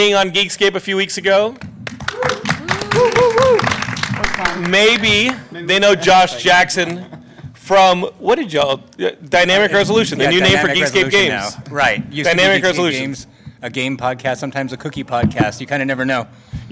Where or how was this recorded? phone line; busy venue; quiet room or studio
busy venue